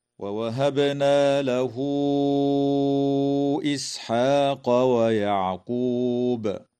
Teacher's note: تقلقل الباء في كلمة ووهبنا، وتوصل هاء الضمير في قوله تعالى: له إسحاق، بواو تمد وصلا من قبيل مد الصلة الكبرى بمقدار 4 أو 5 حركات كالمد المنفصل.